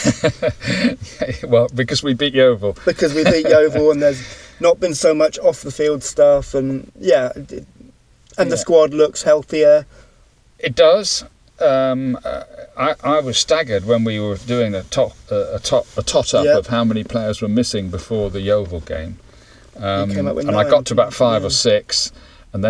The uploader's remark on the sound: Is joined in the car, parked in Marnham Road. Talking in the Gary Johnson Suit at Plainmoor. Two old men sitting in a car in Marnham Road talking about football.